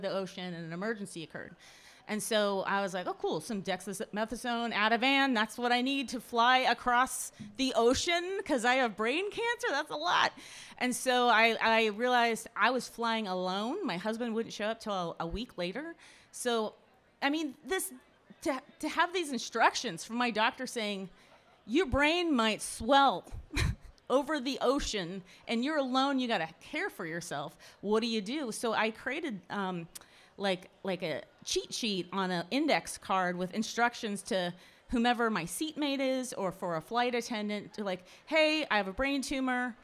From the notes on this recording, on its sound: This conversation was recorded live at the 2023 Nordic Summer Social in Madison, WI.